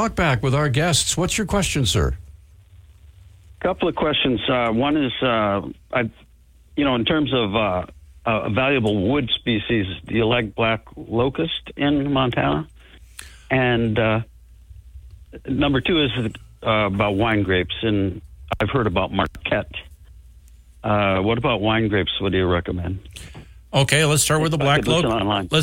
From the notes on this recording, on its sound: The phone lines were busy the entire show with people wanting to ask a wide variety of questions.